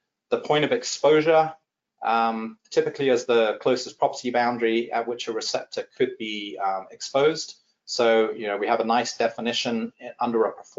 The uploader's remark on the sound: This is an audio version of the FGI webinar.